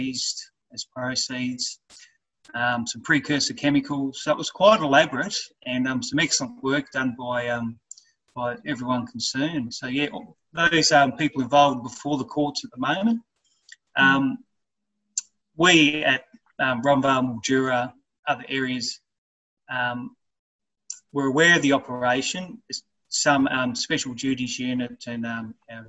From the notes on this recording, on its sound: was done over zoom without the other fancy gear, I’ve tried as hard as possible to improve audio quality, so I do apologise